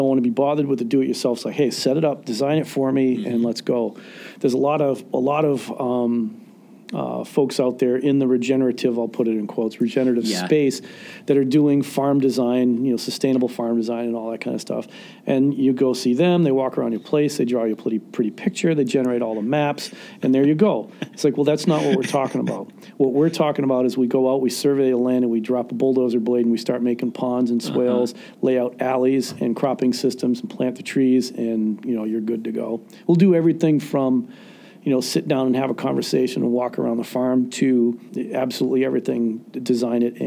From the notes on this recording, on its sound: during the 2019 MOSES Conference